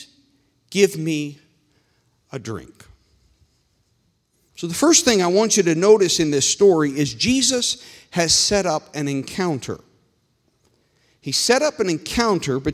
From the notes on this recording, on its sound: This meeting was recorded live on August 22nd, 2021 at Newark UPC.